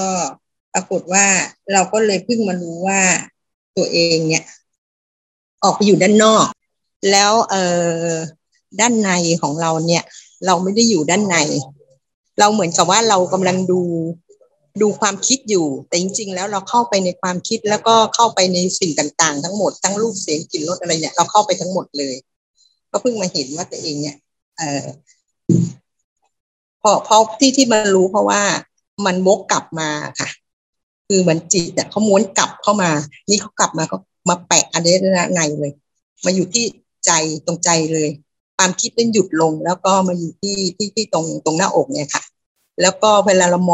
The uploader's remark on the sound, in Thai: เป็น 1 ใน 3 คอร์สออนไลน์ (ผ่านโปรแกรม Zoom).